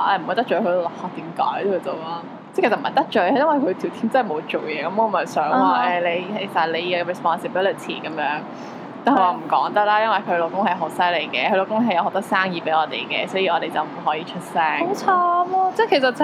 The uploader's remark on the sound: Sorry about the background noise this time